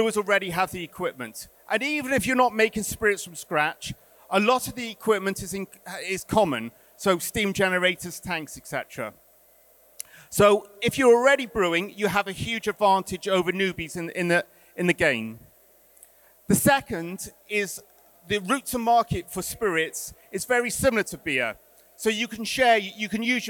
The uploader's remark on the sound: recorded at our Brewers Congress in London